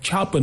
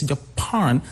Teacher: Even the word Japan, the stress is not on the first syllable · Shown in: second take · like Japan, no, it's Japan, second syllable.